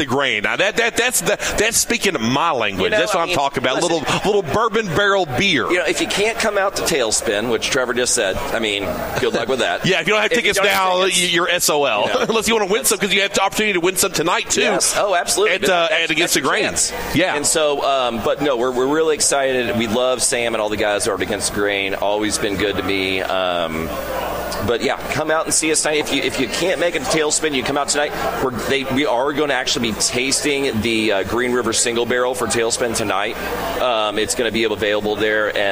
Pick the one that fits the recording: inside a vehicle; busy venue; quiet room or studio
busy venue